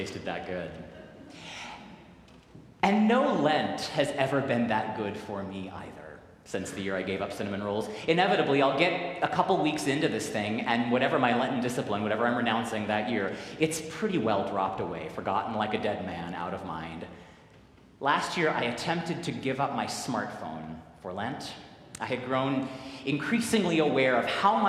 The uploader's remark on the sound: Recorded live at the 10:00 am service on the First Sunday of Lent.